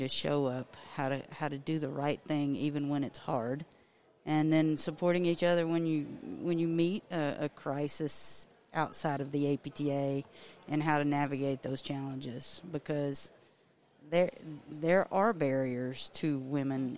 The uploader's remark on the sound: Live from CSM 2022